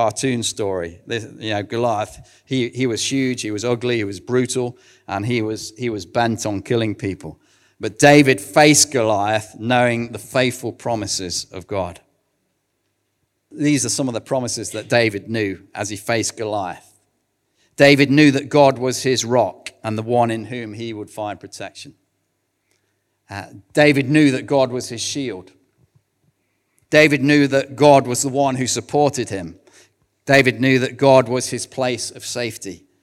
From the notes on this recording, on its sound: recorded at One Church Central